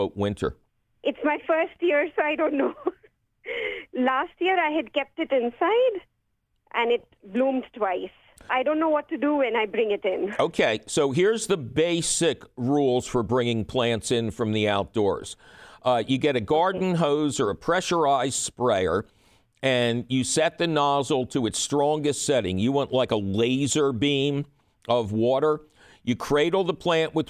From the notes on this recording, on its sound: The first show out of our headquarters at Lehigh Valley Public Media. Takes your phone calls.